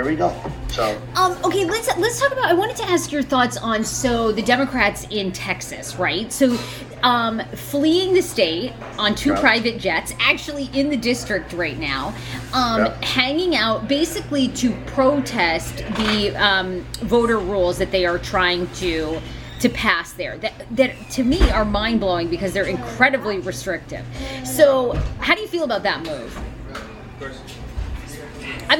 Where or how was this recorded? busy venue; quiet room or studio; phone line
busy venue